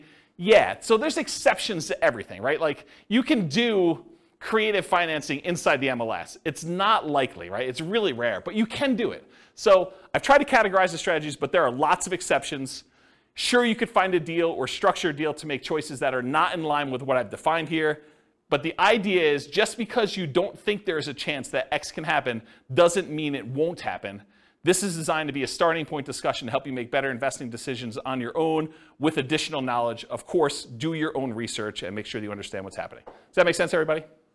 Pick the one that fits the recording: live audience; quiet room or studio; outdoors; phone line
live audience